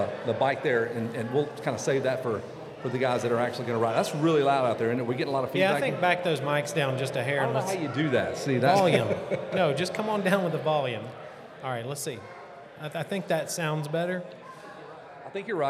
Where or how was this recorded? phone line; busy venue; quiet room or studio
busy venue